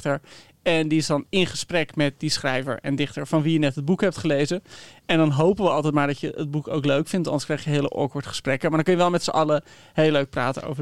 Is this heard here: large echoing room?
no